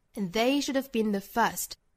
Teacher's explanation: 这个 and 这个词要做弱读，读得非常的快。 and they 后面的 they 稍微高起来一些。